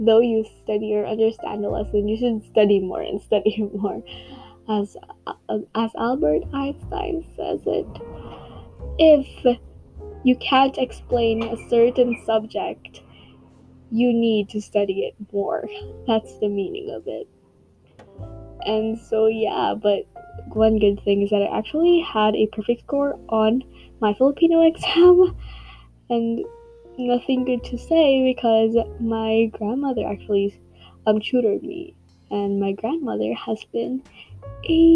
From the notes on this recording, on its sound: Sorry for the low audio quality and background noises!